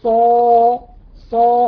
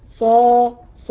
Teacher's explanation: في تغليظ، في إيه؟ في سمن كده بيدخل على الحرف بيتخنه عند النطق به فيمتلئ الفم بصداه. صا صا مهما جي مهما تعملي لابد إن تسمعي صوت صوت الصاد بقوة، ويكون الفم افتحي تقول إيه افتحي الفم قوي علشان تقدري تملي الفم بالهواء بتاع الحرف. · Term: التفخيم